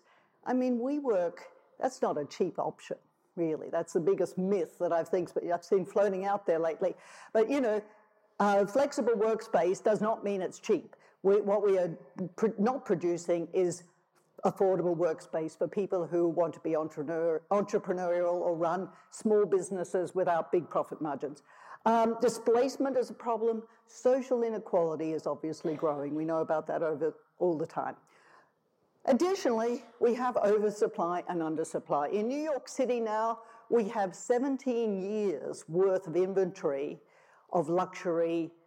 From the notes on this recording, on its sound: tells the audience at the Festival of Place